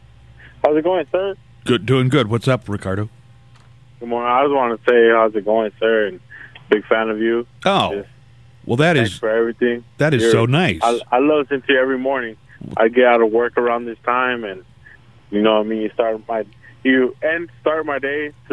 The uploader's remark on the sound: We got lots of phone calls today!